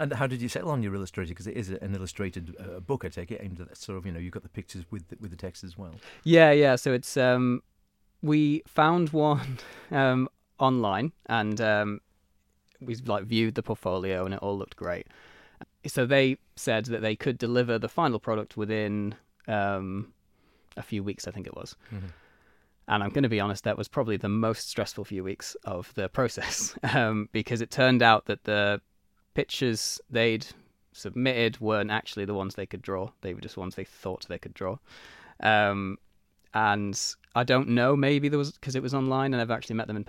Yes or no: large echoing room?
no